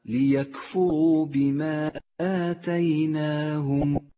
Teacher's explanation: جاء حرف المد وهو الألف وبعده الهمزة في الكلمة التالية، وهو مد جائز، قصرنا مده على حركتين تسهيلا على القارئ المبتدئ، ولذلك لونت الألف باللون البرتقالي إشارة إلى مدها حركتين. · Term: المد المنفصل